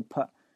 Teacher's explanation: 而且那个 t 在结尾经常不发音嘛，所以这个 put,这个 t 就没有